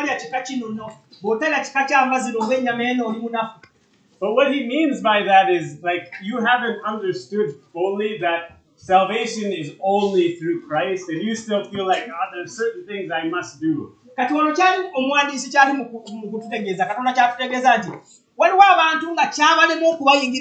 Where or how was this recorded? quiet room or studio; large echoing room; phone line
large echoing room